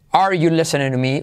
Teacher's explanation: la R de are también se puede no pronunciar